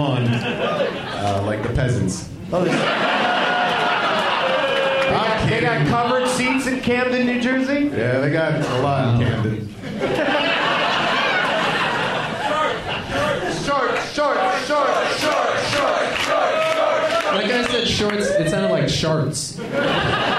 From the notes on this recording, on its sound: Live from the Helium Comedy Club in Philadelphia.